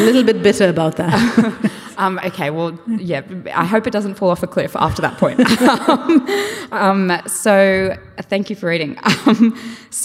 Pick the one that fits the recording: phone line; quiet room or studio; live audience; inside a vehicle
live audience